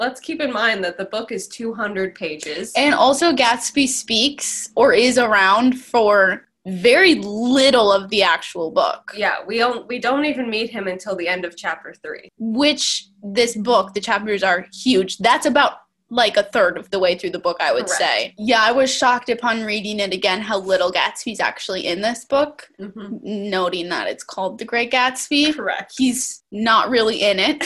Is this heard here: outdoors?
no